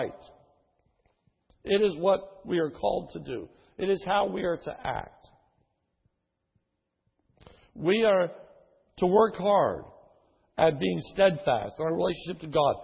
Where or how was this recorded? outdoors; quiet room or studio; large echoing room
large echoing room